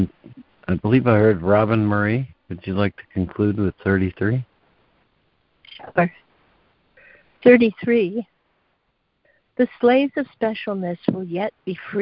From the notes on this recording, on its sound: ACIM Daily Conference Call.